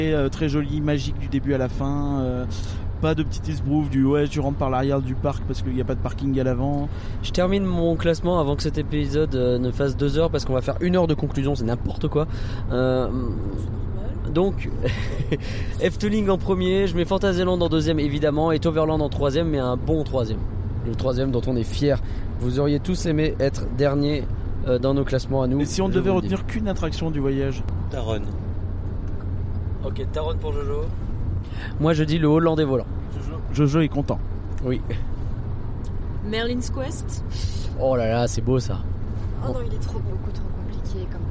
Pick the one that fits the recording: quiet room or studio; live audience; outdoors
outdoors